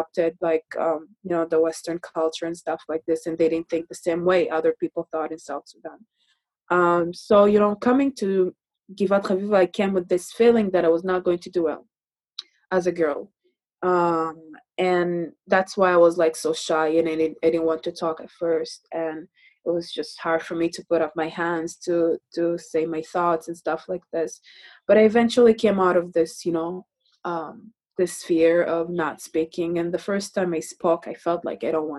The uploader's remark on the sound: recorded at Temple Beth-El’s virtual Shabbat morning gathering on June 6, 2020